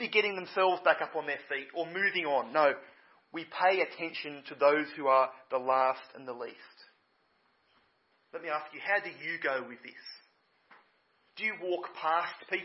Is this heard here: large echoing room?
yes